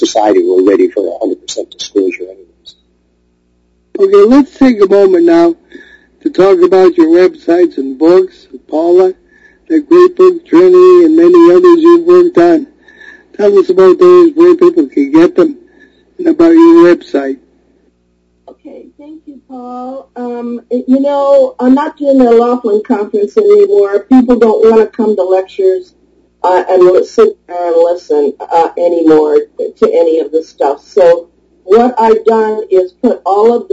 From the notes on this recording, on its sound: In a show fraught with odd technical glitches.